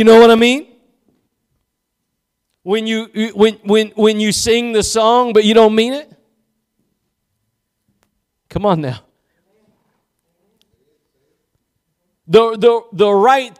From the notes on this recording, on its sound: Preached at Gospel Lighthouse in Bossier City, La.